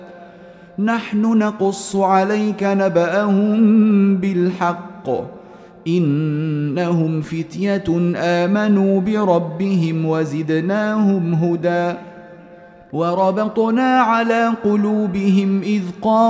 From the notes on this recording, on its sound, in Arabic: مسجل من صلاة التراويح بمسجد السلام بحي مشرفة بجدة